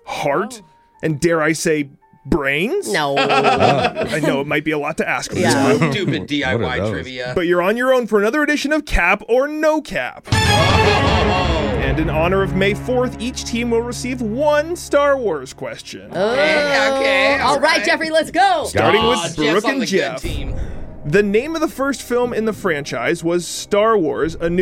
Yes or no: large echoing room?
no